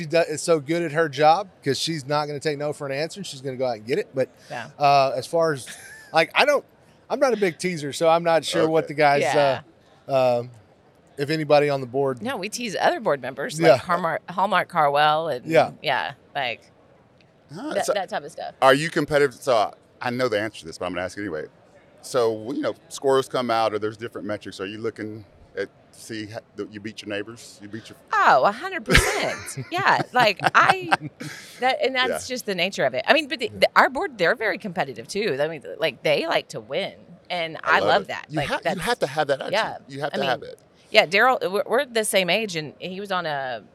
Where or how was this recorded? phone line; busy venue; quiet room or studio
busy venue